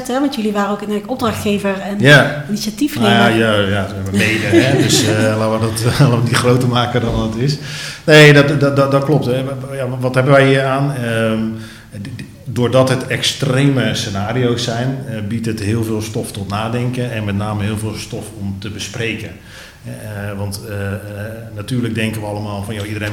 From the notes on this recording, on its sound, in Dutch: welke tijdens World Workplace Europe is opgenomen